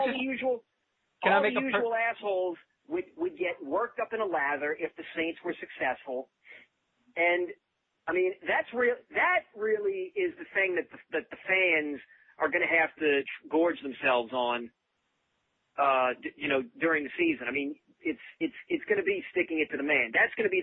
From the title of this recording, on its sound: Chronic Podcast: Suprise call